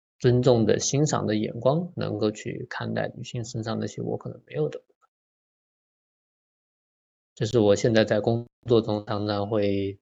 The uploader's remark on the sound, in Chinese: 錄音地點 台南、南京。這一集是《生命小彩坊》第五次以「雲端」的方式來錄播。